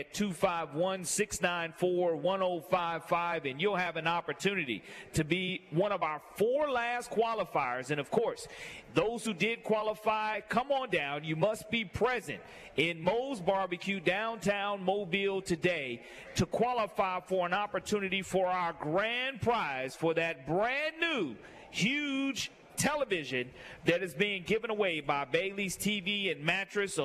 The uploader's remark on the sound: LIVE from Moe's Barbecue